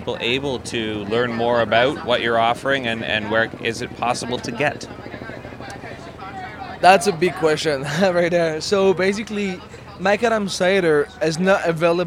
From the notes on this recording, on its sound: McAdam Cider – Toronto Cider Festival 2018